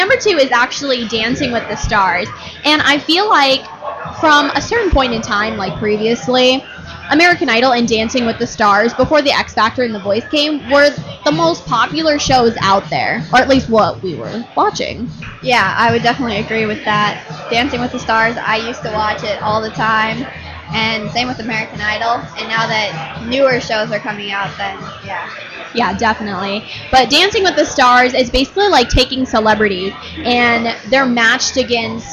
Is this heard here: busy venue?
yes